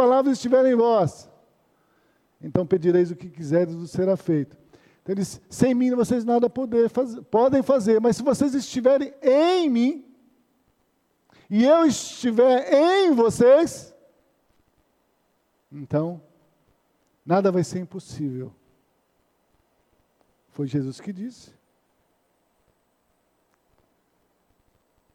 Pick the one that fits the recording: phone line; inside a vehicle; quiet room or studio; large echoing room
large echoing room